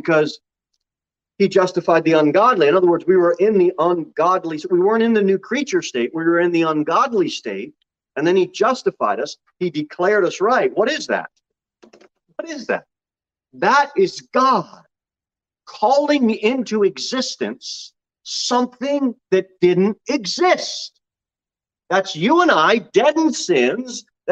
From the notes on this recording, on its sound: Sermon delivered at Pilgrim Baptist Church on Sunday, July 31, 2022 at 11:15 am. Jere Whitson Rd. Pilgrim Baptist Church is a bible-believing, independent Baptist church.